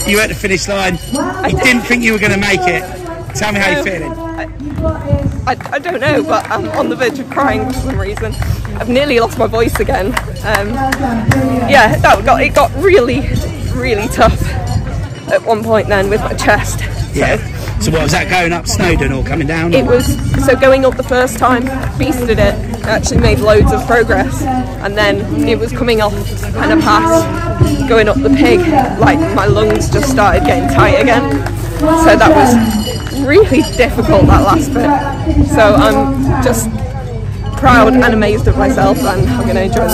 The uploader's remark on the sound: On Location At Ultra Trail Snowdonia (UTS) By UTMB. Is on location at the UTS By UTMB World Series Race.